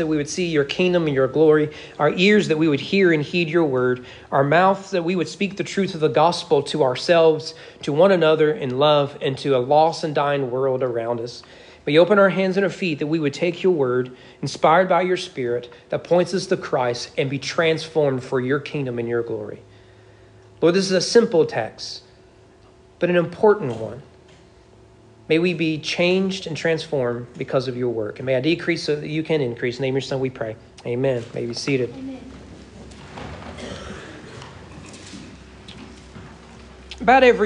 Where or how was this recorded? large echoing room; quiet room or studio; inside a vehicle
large echoing room